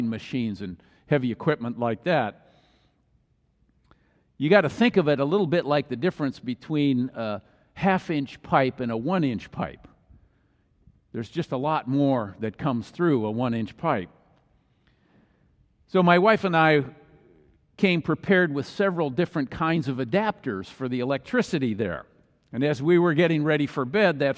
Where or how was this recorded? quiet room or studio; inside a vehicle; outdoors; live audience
live audience